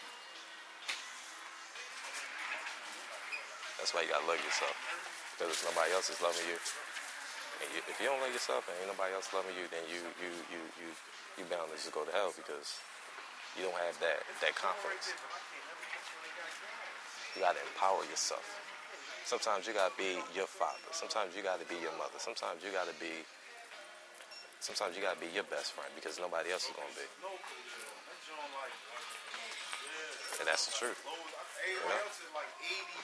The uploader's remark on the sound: A 'Walk and Talk' type of show. While I go get some food.